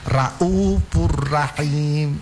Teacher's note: membaca ro dengan menebalkan huruf ro